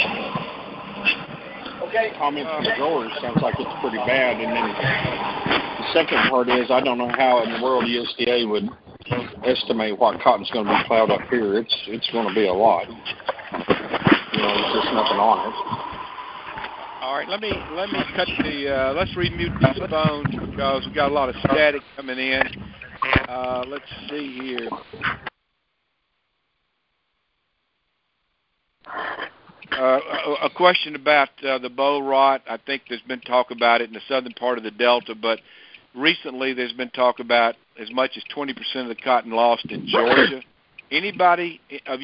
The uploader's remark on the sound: Monthly Conference Call On Cotton.